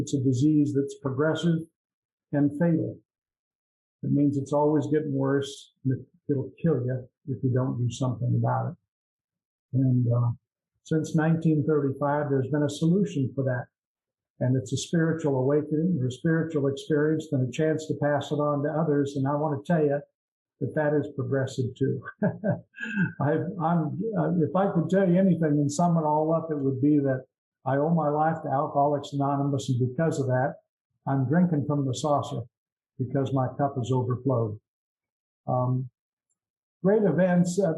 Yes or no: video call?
yes